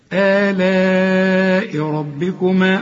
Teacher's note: لازم تمدها أربع حركات لأن ده مد واجب